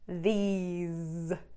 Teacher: These, long E sound, ending in a Z